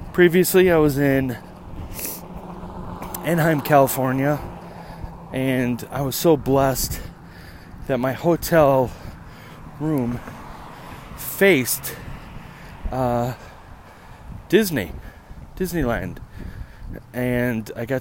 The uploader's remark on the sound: you come with my on a walk to getting my haircut